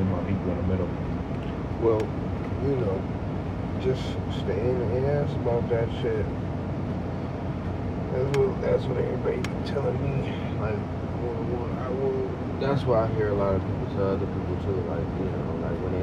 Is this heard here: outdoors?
yes